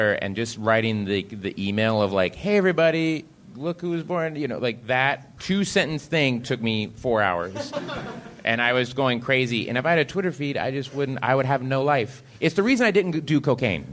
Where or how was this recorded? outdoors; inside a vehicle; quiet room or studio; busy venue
busy venue